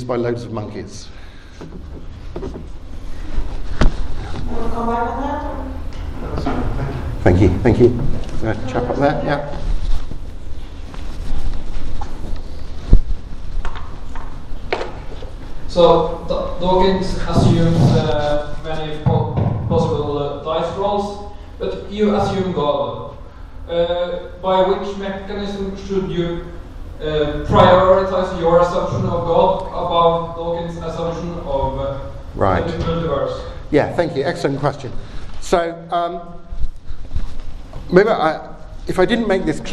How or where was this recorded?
live audience